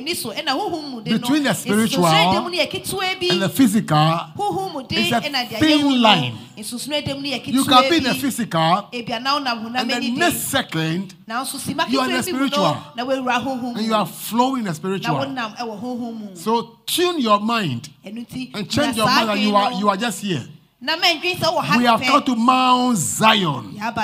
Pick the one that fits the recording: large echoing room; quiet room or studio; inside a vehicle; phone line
large echoing room